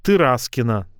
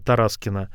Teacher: в котором перед ударным а не произносится а · Shown in: first take · То есть Мысальск, город Масальск, но будет произноситься Мысальск.